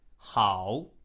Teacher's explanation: Falling and then going back up. It's the third tone.